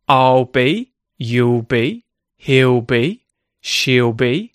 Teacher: I'm not actually pronouncing the L as a light L, I'm saying a dark L. Now, this is because there is a consonant sound after the L, or two L's, that are the contracted form of will, I'll be, you'll be, he'll be, she'll be, and so I don't need to say the light L.